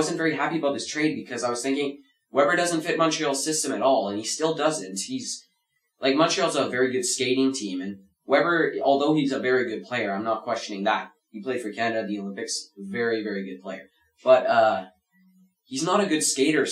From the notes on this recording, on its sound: Apologies for any glitches as we are still getting used to our new studio.